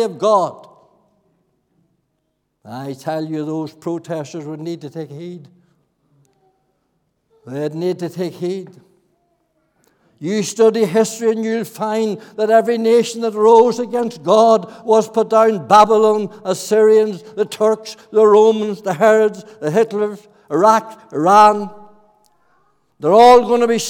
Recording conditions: large echoing room